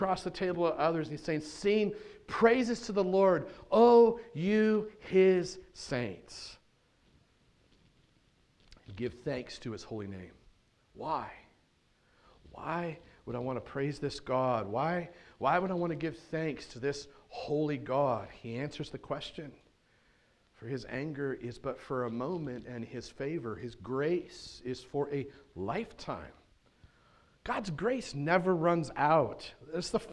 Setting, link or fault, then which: setting, large echoing room